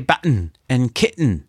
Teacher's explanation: people say button and kitten, leaving out the letter T